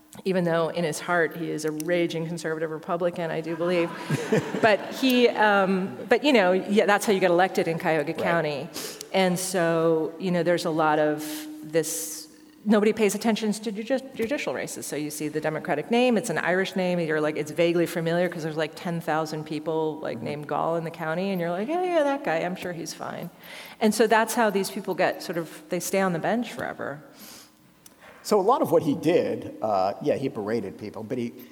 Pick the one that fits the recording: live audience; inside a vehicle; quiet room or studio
live audience